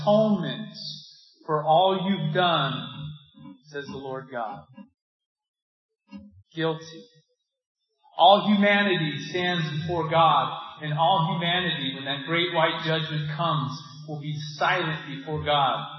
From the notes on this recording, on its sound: This sermon has technical difficulties with the audio quality.